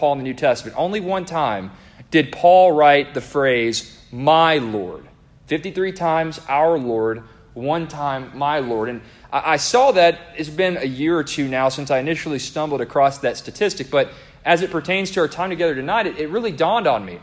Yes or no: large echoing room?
yes